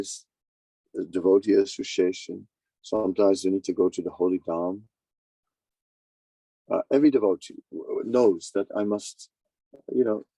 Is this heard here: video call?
yes